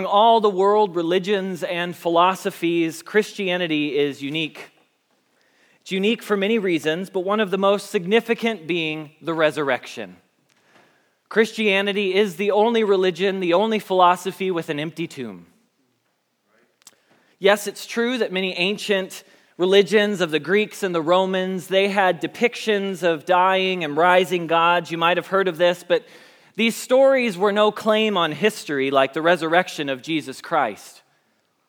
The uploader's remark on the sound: Message Preached at Valley Creek Church